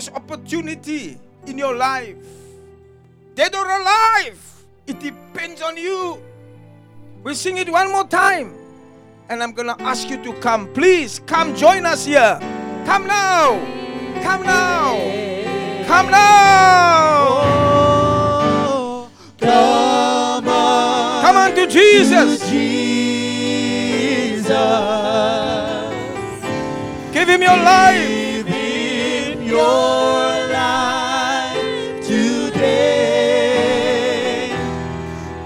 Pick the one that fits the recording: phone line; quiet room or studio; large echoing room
large echoing room